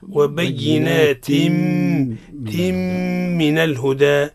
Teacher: وبينات من الهدى أدغام التاء في الميم · Term: الإدغام بغنة